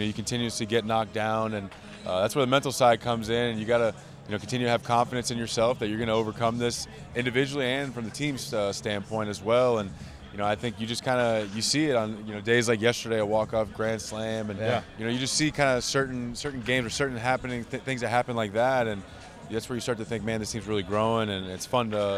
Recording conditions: outdoors